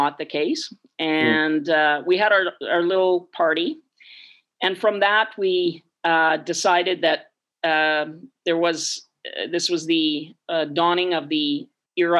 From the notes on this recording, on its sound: Over zoom from her home in Victoria.